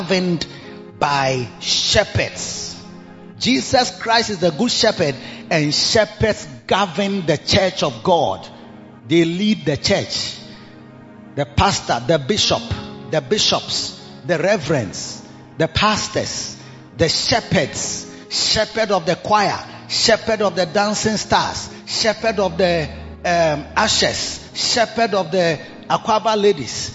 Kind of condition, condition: setting, large echoing room